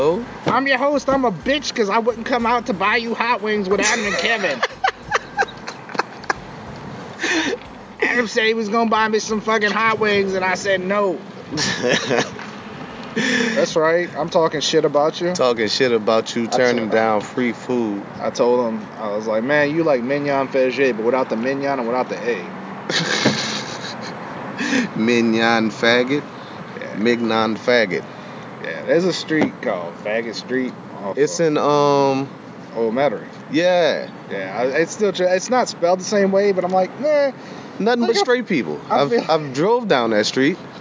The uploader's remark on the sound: Live From Bayou Hot Wings